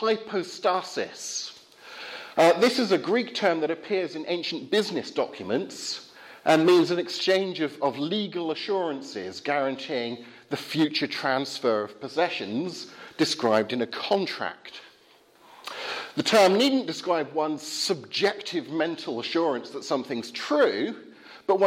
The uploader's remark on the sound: Talk from the 2017 Rasonable Faith group at Highfield Church, Southampton.